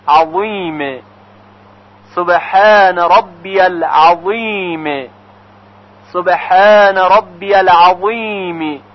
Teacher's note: در هنگام تلفظ وا زبان به طرف بالا میل پیدا میکنه و به همین خاطر دهان قدری جمع میشه و صدای وا درشتر شنیده میشه.